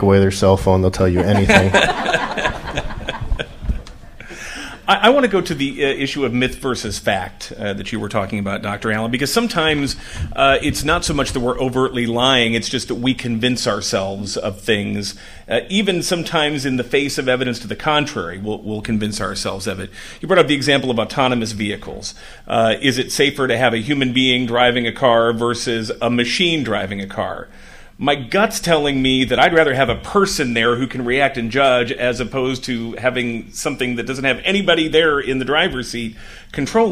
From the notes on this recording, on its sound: The forum was recorded October 16, 2019, at the Illinois State Museum.